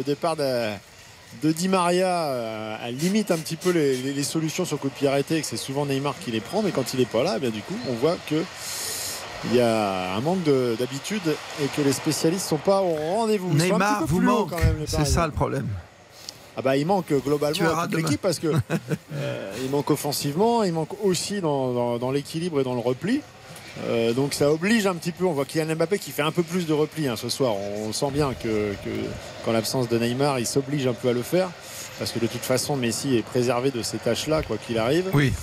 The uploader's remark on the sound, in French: en direct du Juventus Stadium